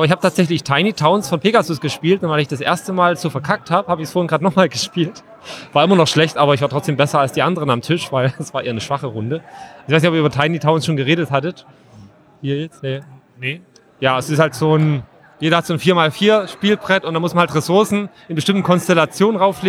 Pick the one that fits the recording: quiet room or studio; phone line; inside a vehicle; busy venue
busy venue